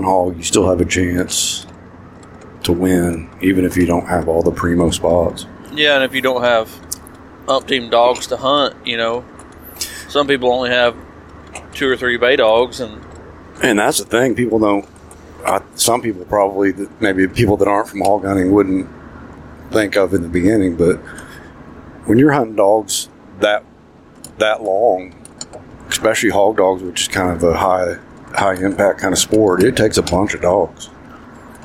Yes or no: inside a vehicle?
yes